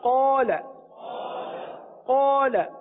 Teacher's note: اب یہاں دیکھیے پیارے اسلامی بھائیوں، مدنی چینل کے ناظرین، ہم نے قاعدہ سیکھا کہ الف سے پہلے والا حرف پر تو الف بھی پر، تو یہاں پر قا الف کو پر پڑھیں گے کیونکہ الف سے پہلے والا حرف قاف پر ہے